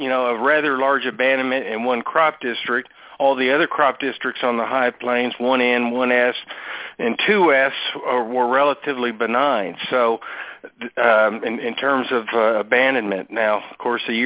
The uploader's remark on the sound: The is the podcast of our live Ag Market Network's Monthly Conference Call on Cotton for August 2017.